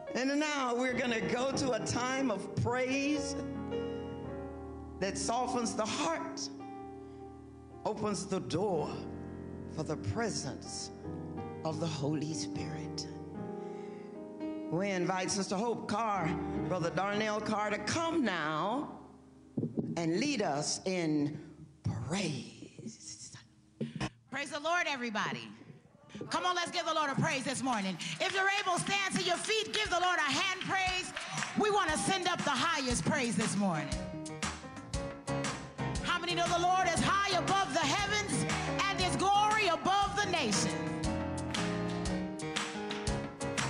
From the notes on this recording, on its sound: First United Methodist Church of Pacoima for a special recorded live service on June 25, 2023. We are located at 12550 Van Nuys Blvd.